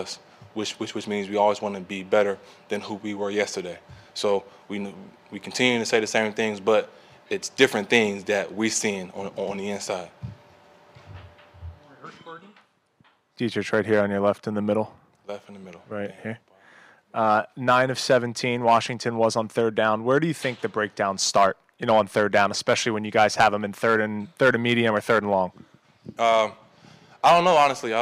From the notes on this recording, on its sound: addresses the media at Gillette Stadium